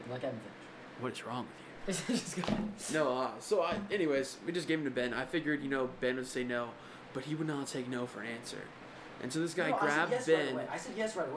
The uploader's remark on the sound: Sorry the audio is bad our mic is so good it picked up the fan the whole dang time.